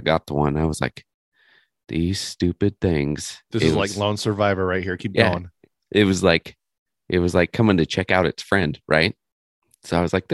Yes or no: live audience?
no